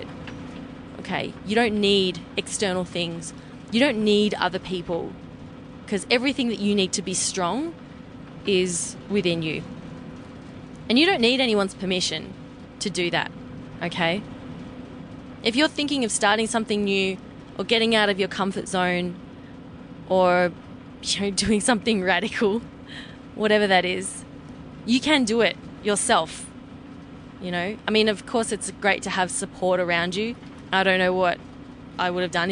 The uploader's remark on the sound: recorded from my RV during our road trip back to LA